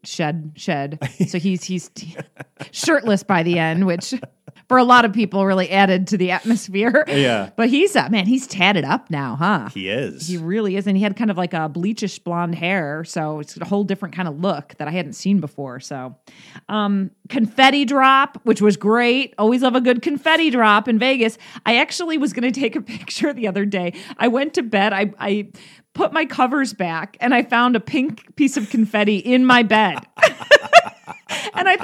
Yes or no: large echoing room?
no